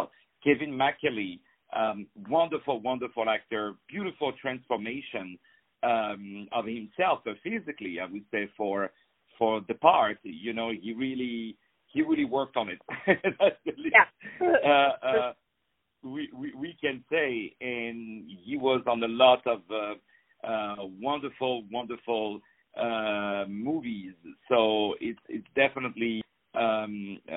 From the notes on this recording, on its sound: On the phone